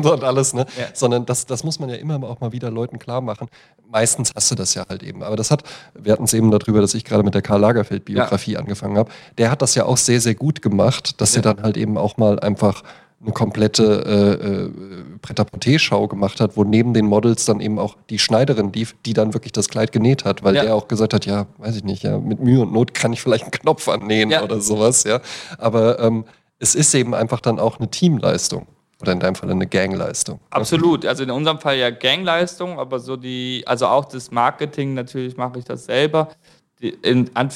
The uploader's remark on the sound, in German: Das Intro und Outro wurde in einem Coffeeshop in Manhattan aufgenommen.